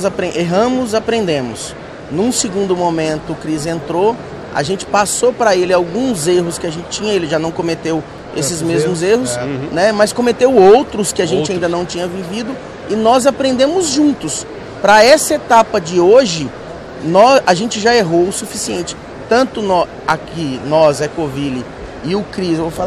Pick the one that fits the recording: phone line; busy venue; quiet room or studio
busy venue